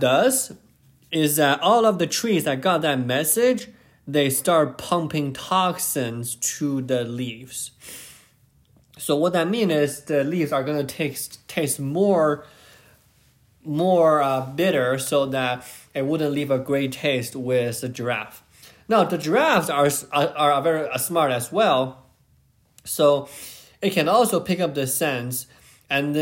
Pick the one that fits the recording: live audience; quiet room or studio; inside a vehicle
quiet room or studio